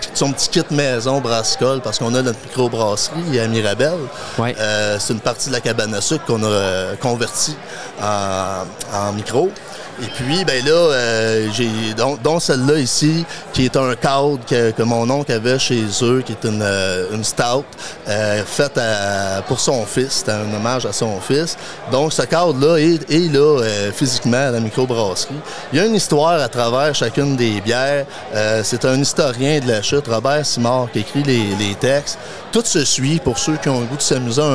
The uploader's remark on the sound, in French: Congrès Tite Frette 2023 - Salon Fournisseurs. Avec des microbrasseries en directe de notre salon fournisseurs annuel à Granby.